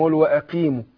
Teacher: وأقيموا القاف المكسورة بتاخد أدنى درجات تفخيم